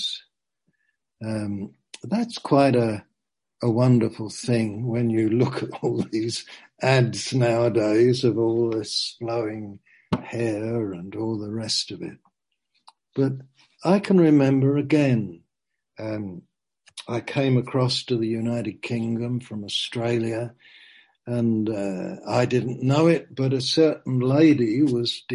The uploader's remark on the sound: Zoom